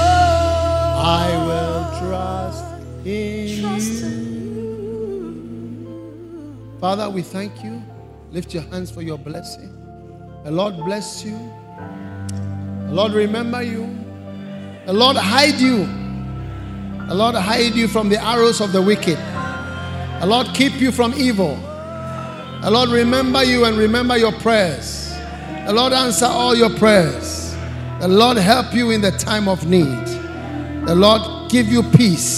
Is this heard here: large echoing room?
yes